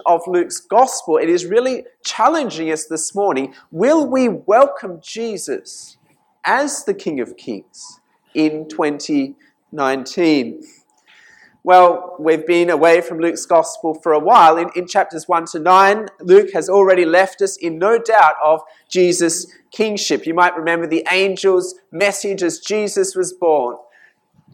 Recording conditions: large echoing room